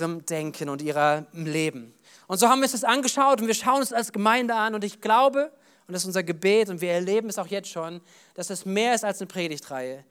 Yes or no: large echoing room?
yes